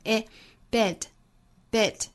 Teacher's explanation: 不要发成了 bite,这个小写的 e 的 a 这个音的发音方法就是上下的开口度固定在一个食指的开口度上，左右嘴角微微裂开就可以了，这是一个松元音